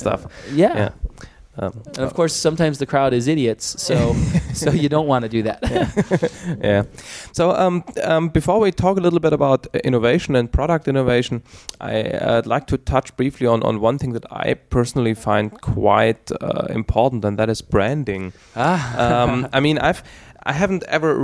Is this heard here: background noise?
no